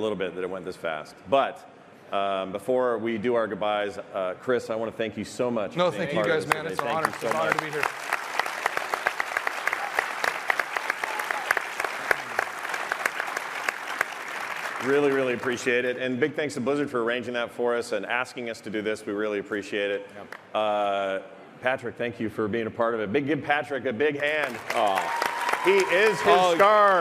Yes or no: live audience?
yes